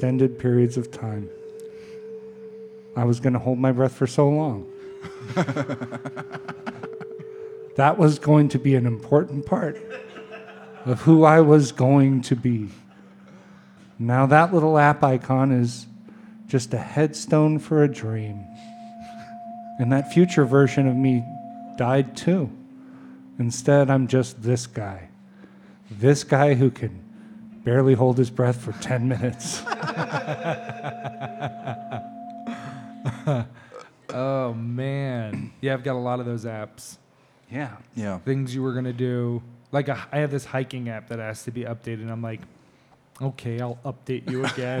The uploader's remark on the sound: Live again from Humble Burger